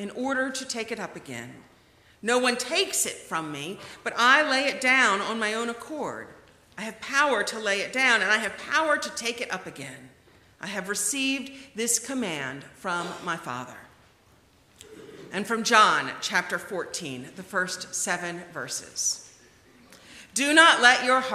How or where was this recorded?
large echoing room